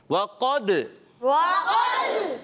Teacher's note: اب حروف قلقلہ میں سے دال، جب کبھی پیارے بچوں یہ حروف قلقلہ آئیں ان کے اوپر یہ چھوٹی سی جزم آ جائے تو اس میں کیا ہوتا ہے، قلقلہ ہوتا ہے، یعنی آواز لوٹ کر آتی ہے